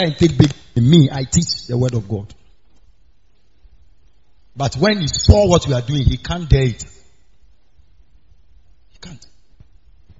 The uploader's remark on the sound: preached on wednesday at the miracle arena